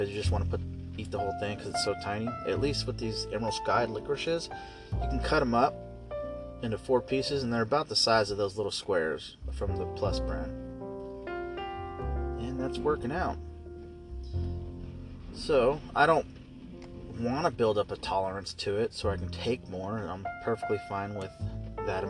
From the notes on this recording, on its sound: I'm just sitting in my car testing out my microphone.